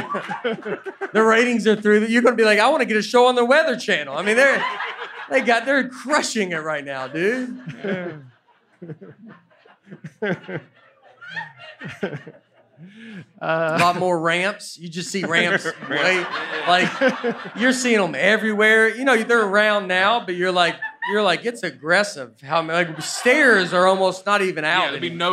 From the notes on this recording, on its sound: LIVE at Zanies. The guys discuss the Earth in front of a live audience at Zanies Comedy Club.